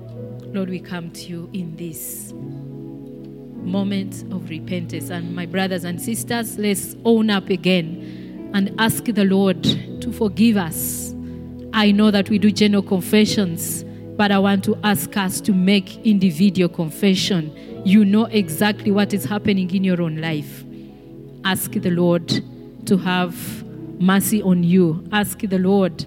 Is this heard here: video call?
no